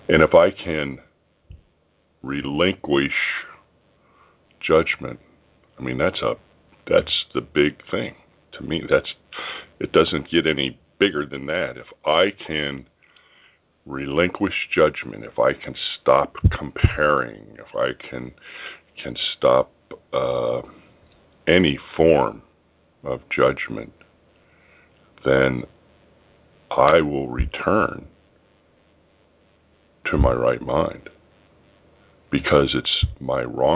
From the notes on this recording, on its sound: ACIM Daily TEXT Conference Call.